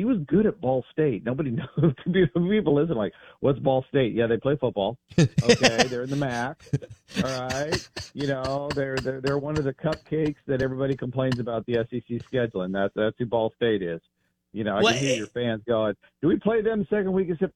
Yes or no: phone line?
yes